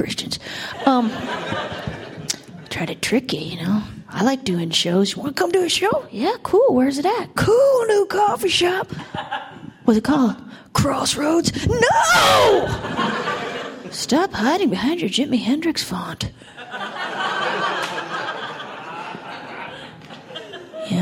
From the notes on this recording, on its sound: A standup set. Recorded at our last Laugh Night, a benefit for Art Share in Los Angeles.